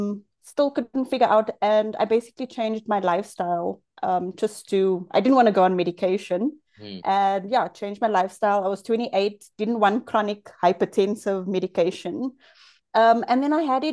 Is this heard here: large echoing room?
no